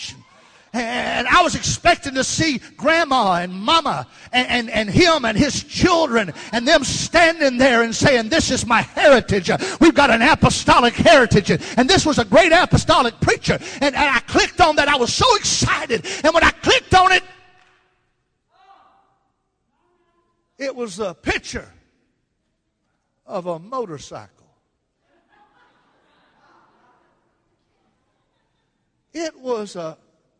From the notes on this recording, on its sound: Baton Rouge Camp Meeting 2015